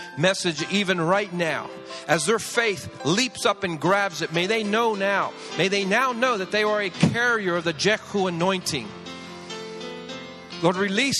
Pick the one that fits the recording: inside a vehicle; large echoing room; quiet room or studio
large echoing room